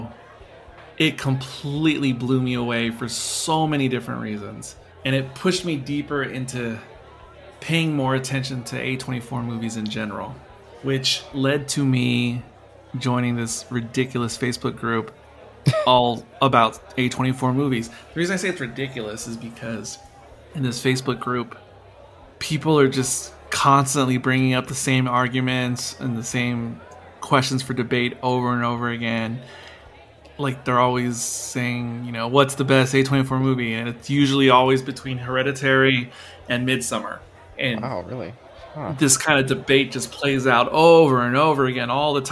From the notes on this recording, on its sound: This discussion was filmed in front of a live bar-side audience on Feb.